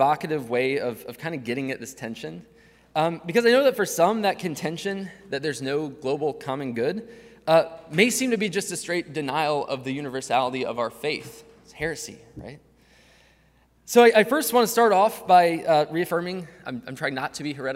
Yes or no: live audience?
yes